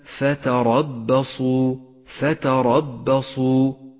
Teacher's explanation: بالغ في تفخيمها لأنها توسطت بين حرفين مرققين هما التاء والباء · Term: الراء المفخمة